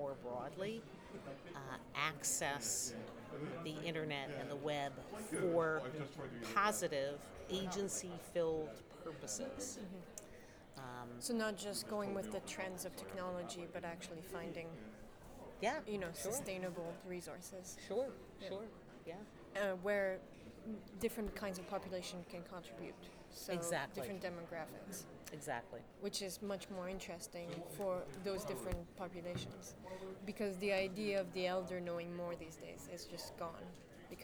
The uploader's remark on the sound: Live from Mozfest.